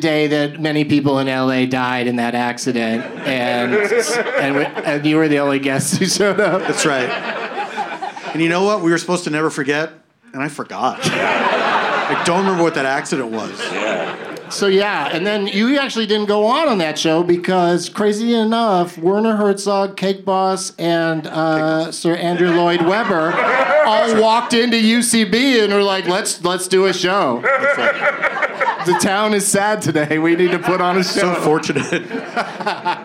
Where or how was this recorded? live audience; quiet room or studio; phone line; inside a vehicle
live audience